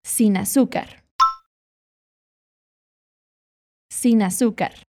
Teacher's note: Você vai juntar os sons das duas palavras como se fosse uma coisa só.